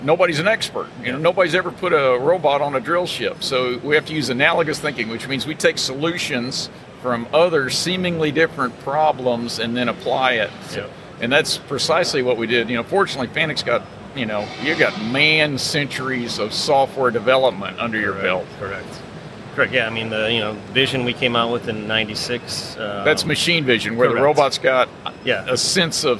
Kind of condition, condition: setting, busy venue